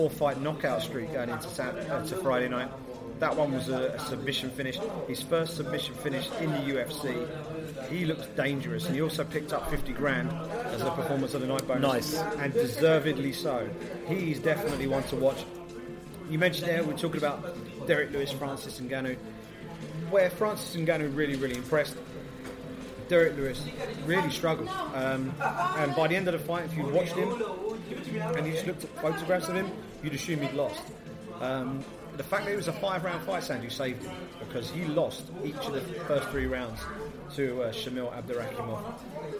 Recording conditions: busy venue